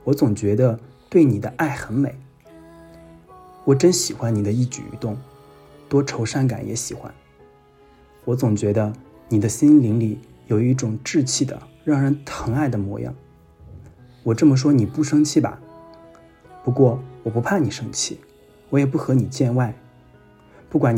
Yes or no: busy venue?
no